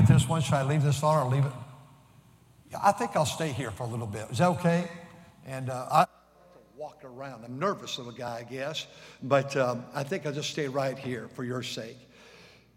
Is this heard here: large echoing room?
yes